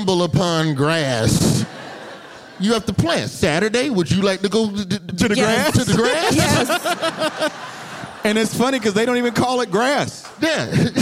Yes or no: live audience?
yes